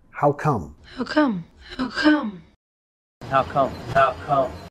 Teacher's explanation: Nota que vamos a bajar de entonación al final. No es how come, más how come.